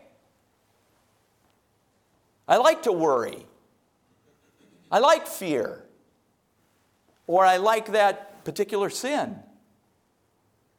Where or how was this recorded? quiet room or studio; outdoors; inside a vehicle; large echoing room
large echoing room